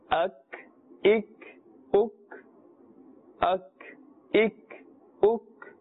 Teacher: Kaf has more of a flat sound, a thin sound.